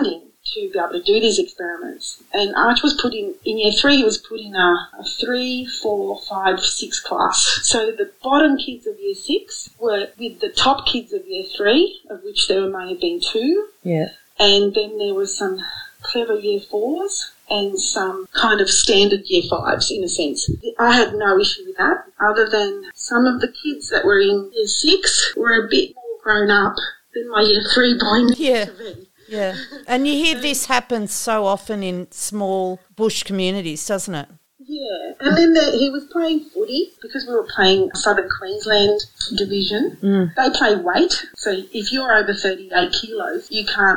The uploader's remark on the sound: we did have a few problems with sound